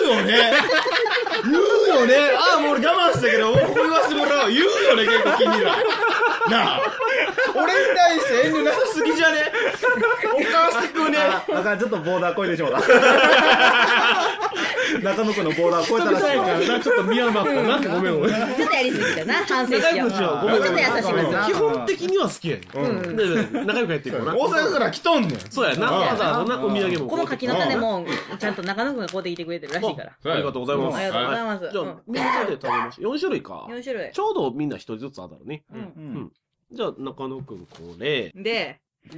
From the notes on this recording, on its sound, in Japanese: ノイズがいっぱい